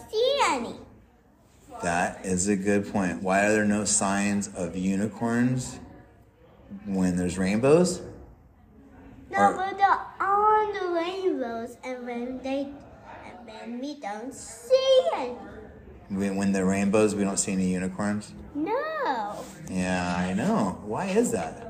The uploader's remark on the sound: I had a little time after setting up at the conference so you took a sit.